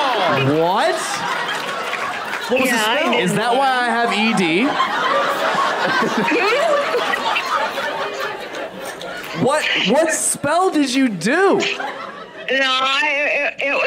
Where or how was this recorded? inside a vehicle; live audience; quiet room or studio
live audience